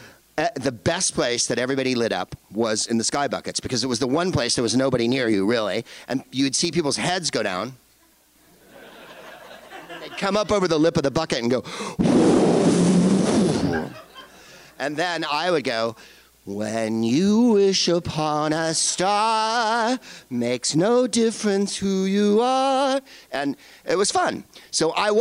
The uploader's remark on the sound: Live from the Improv in Irvine